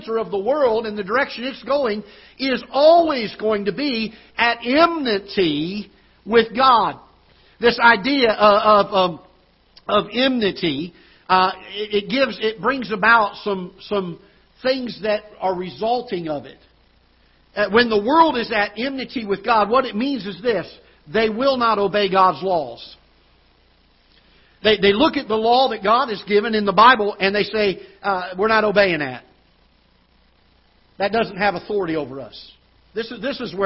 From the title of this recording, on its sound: Ketha Heights Baptist Church ~ Live Broadcast